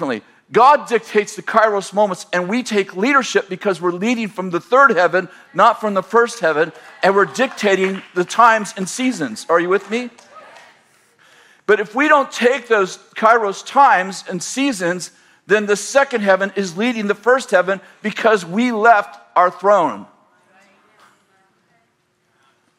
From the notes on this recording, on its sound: In this sermon from March 2020, at Bethel Church in Redding, CA